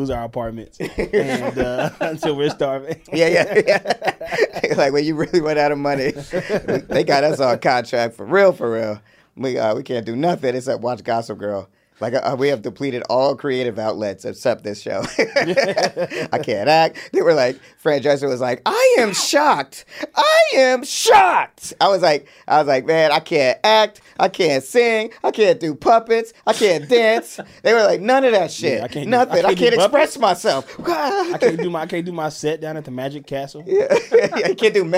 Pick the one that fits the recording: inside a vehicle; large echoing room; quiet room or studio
quiet room or studio